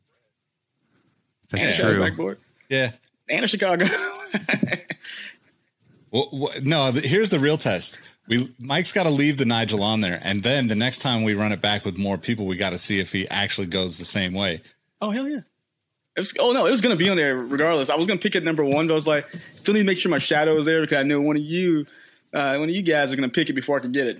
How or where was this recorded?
video call